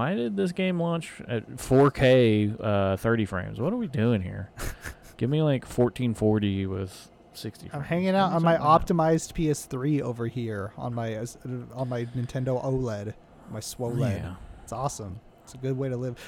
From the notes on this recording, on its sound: The One Where We Get In The TRUCK.